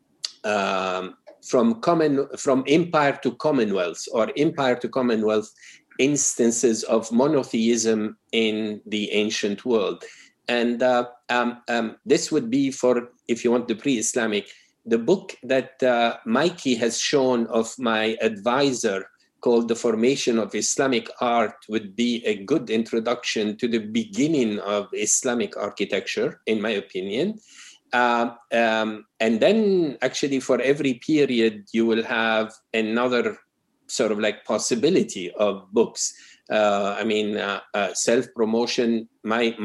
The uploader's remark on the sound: Our long-form interview series, hosted on Zoom. There is a moderated town-hall style Q&A with questions coming from the live virtual audience.